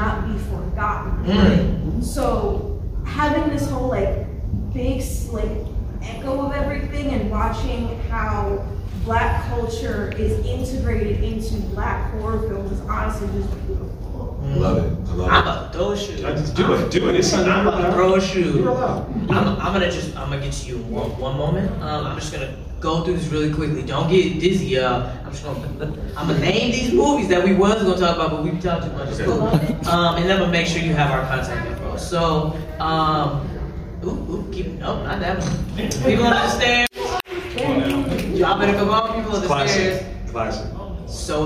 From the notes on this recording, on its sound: THE SPECTRUM OF BLACK HORROR panel at Fan Expo 24.